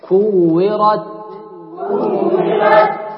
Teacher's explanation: صوت الهمس التاء لا يكون قريب إلى صوت السين، تقول مثلا إذا الشمس كورت، خطأ، كورت.